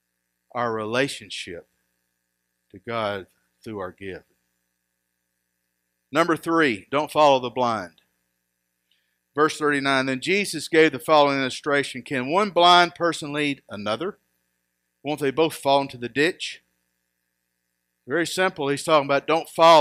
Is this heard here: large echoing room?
yes